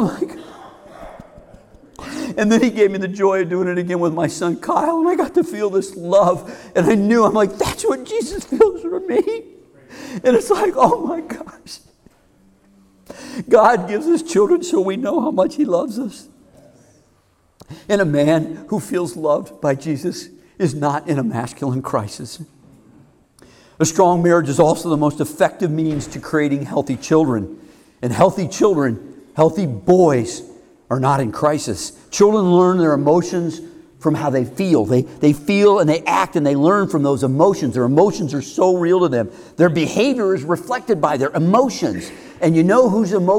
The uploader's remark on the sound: Heart of a Man is a men's community based our Carmel, IN. Which he gave at a recent men's conference.